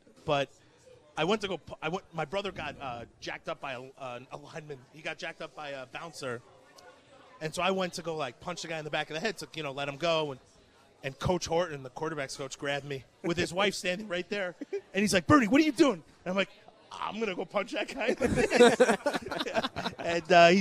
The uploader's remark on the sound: live at Monk's in Sun Prairie